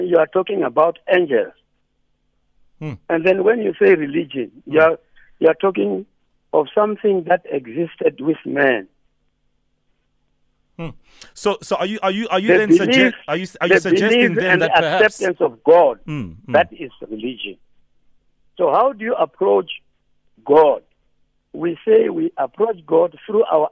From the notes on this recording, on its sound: PHONE INTERVIEW.